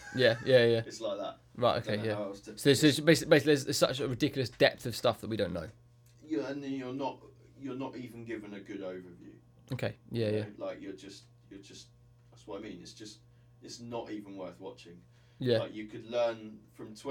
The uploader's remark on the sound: Mic Fail.